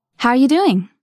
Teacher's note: How are you doing sounds more like how ya doing when spoken casually. · Term: sounds are often pushed together